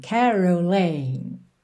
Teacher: A sílaba tônica de caroling é a primeira, mas aqui a gente tem um alongamento dessa última sílaba